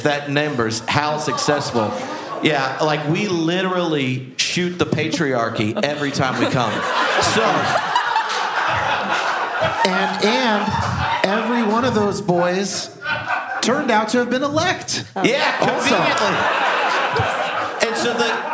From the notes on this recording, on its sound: This episode is the final panel from our live event in Seattle.